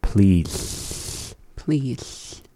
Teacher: you'll kind of want to hold the L into the rest of the word · Term: LH